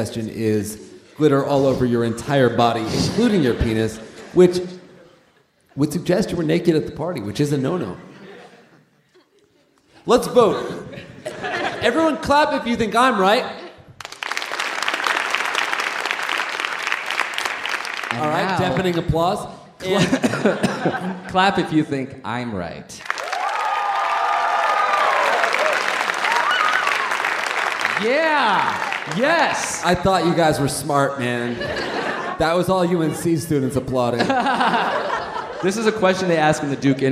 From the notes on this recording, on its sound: Recorded live at Duke University.